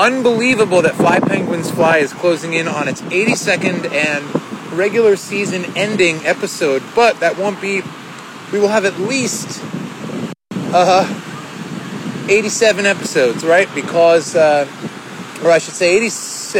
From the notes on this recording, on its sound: Seattle Work Trip #4. The audio is a little suspect here, as I was standing amidst the buffeting downtown winds directly at the base of the Space Needle in Seattle, WA.